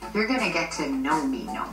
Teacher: She's got quite a nasally voice, hasn't she?